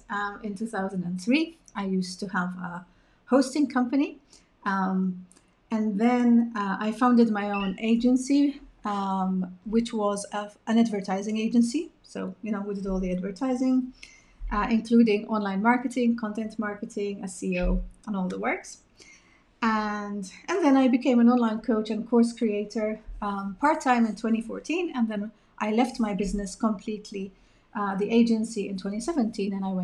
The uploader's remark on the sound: This podcast episode is an adapted version of the Live Webinar I ran a few weeks ago.